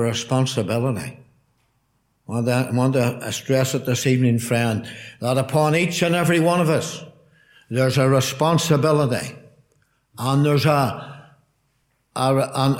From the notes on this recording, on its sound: Gospel Audio from Ballyclare Gospel Hall.